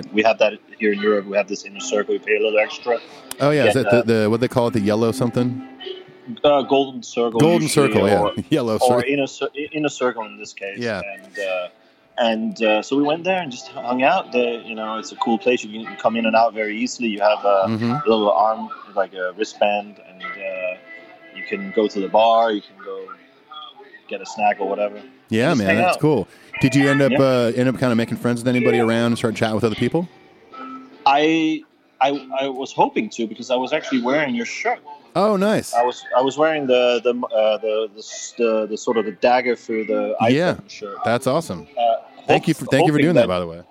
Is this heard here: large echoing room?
no